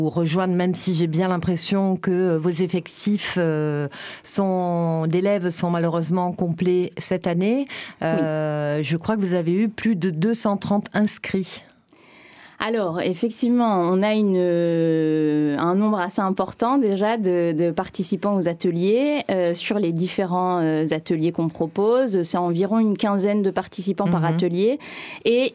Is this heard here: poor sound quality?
no